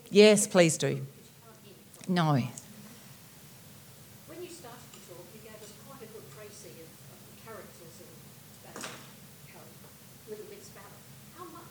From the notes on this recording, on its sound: Entertained the audience at the Marion Domain Theatre. Fans will delight in this recording of her talk.